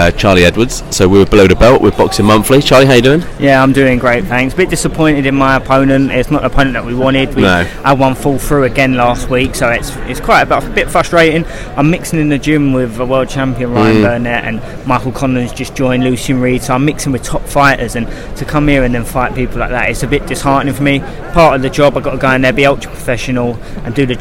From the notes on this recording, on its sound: Live from The O2 Arena in London for 'British Beef'. Starting in the lounge where we give our pre fight thoughts before we head ringside.